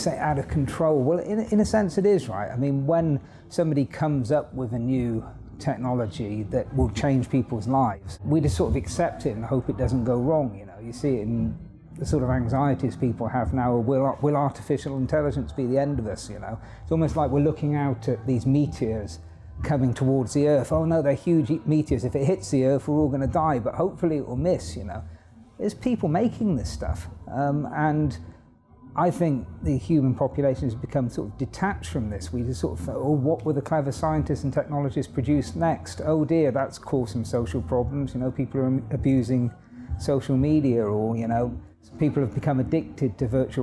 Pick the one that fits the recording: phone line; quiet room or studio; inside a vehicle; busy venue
busy venue